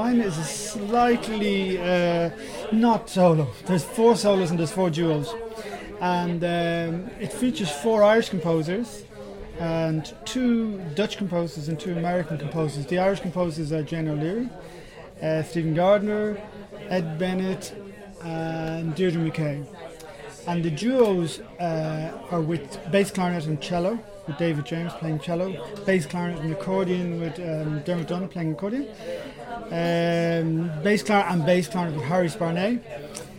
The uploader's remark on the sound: A short audio podcast recorded during the launch of Diatribe Records' Solo Series I.